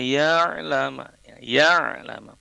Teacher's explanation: huruf ain yang sukun itu dilafazkannya mengalir, tidak berhenti · Term: ain sukun